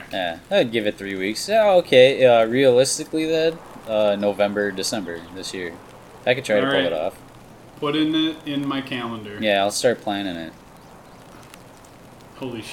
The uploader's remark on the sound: Ever wanted to have a podcast episode that sounds like it's taking place in a warzone? All while gunshots echo in the distance. Don't mind those rustling bushes either, it's probably nothing.